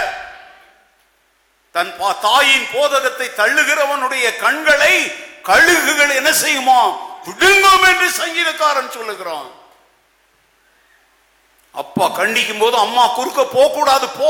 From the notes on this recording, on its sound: Preached at the old sanctuary of Agape Bible Church during the Advent season of 2017.